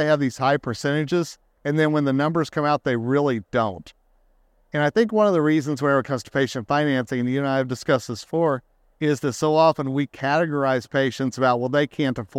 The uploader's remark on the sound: In this episode recorded at SmileCon in Orlando, Fla.